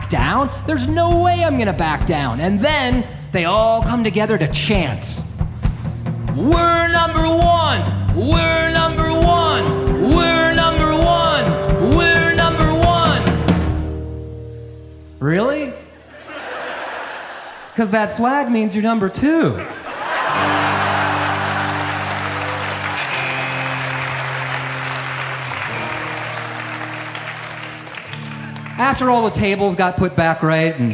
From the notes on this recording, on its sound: Performed live at The Power Center in Ann Arbor, Michigan In partnership with Michigan Radio and The Ann Arbor Summer Festival.